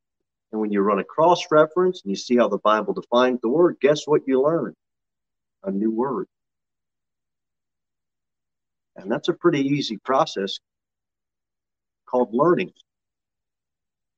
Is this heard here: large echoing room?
yes